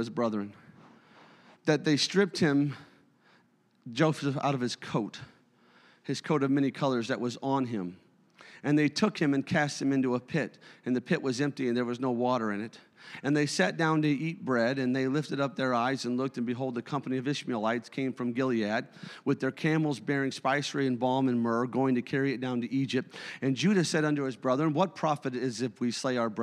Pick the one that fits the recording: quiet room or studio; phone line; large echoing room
large echoing room